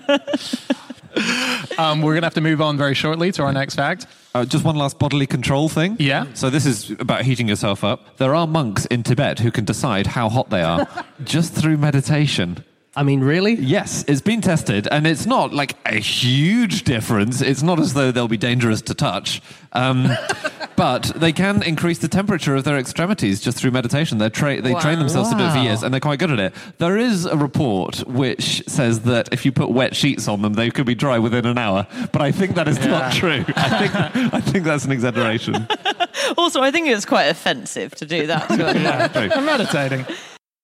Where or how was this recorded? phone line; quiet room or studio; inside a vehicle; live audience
live audience